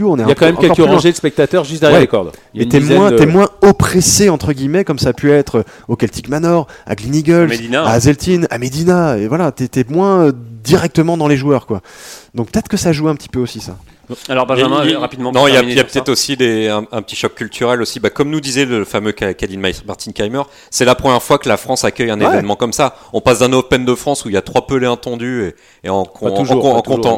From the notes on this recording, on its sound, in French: Au Golf National, 78180 Saint-Quentin-en-Yvelines.